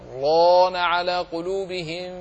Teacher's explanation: لكن لو وصلت، لو قرأت بدون السكت وهو ما عليه جميع القراء ما عدا حفص عن عاصم، فإنك تدغم اللام في الراء، كلا بل ران على قلوبهم ما كانوا يكسبون. والراء مفخمة، والألف الذي بعدها كذلك مفخم تبع لها